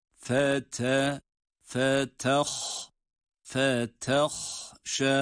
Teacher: Bunu ya kulağımıza gelmesi ya da işte ha'dan etkilenmesi sebebiyle asla fe-tah-şa, fe-tah-şa şeklinde kalın okumuyoruz ta harfini. Kalın okuduğumuz sadece burada ha harfidir.